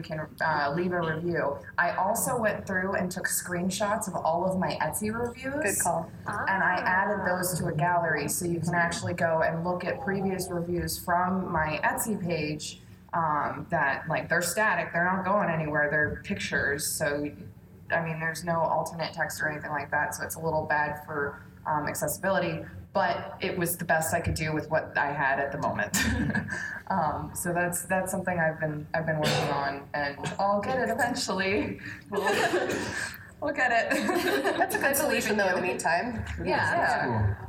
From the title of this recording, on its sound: PAX Unplugged Panel